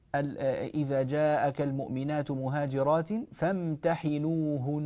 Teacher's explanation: لاحظوا أننا أتينا بغنة طويلة لهذه النون لأنها نون مشددة. الغنة في النون والميم المشددتين لا تختلف في حالة الوصل عن حالة الوقف، يعني إذا وقفنا الغنة تامة كاملة، وإذا وصلنا فالغنة تامة كاملة، الغنة واحدة لا يتأثر زمنها وصلا ولا وقفا. · Term: إظهار الغنة